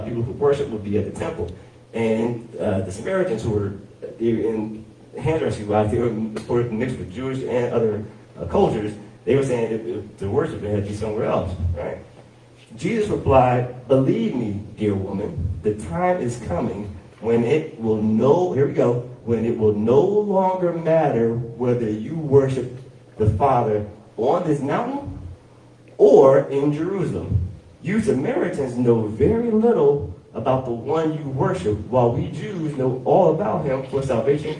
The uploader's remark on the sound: Sermon audio from Heart of Praise and Worship on September 17, 2023